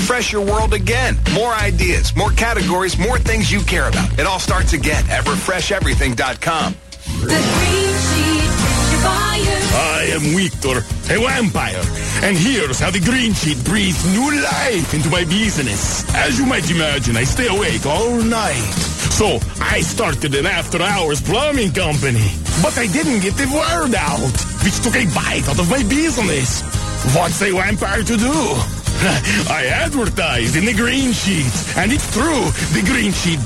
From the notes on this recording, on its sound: call in wasted though in the second hour